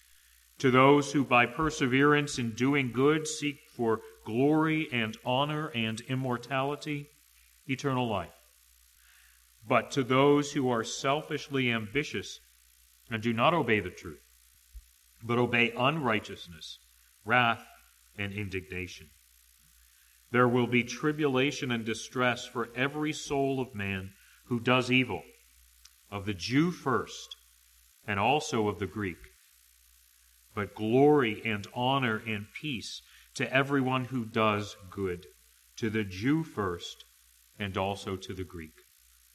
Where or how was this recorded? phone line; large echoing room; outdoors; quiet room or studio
large echoing room